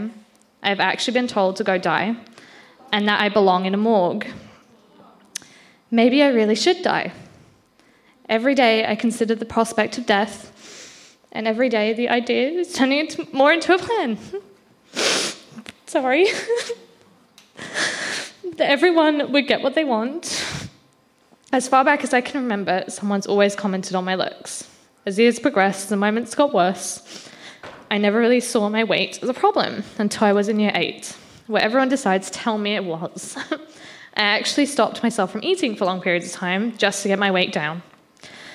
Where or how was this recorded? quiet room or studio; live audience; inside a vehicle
live audience